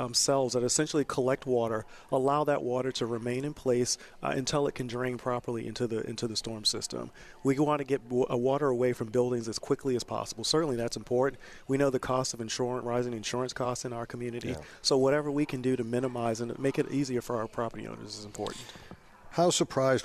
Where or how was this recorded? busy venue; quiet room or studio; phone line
busy venue